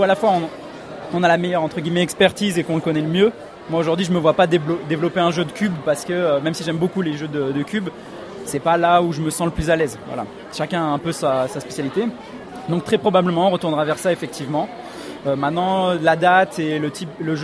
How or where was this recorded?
busy venue